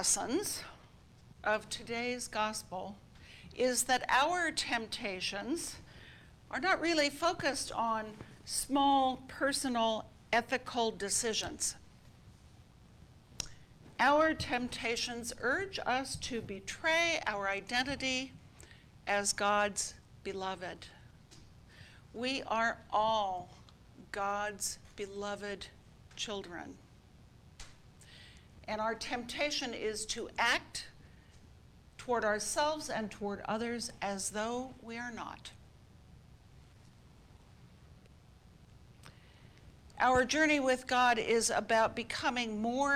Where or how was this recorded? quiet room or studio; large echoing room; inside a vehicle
large echoing room